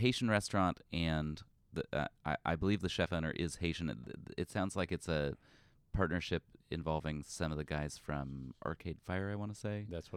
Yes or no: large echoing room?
no